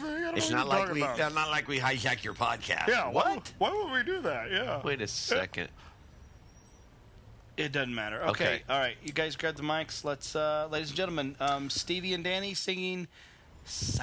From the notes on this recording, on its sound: celebrate Christmas live at Rockefeller Center